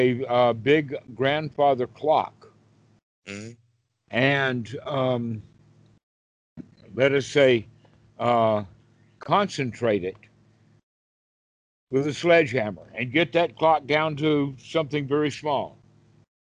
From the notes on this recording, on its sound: skype calls on this channel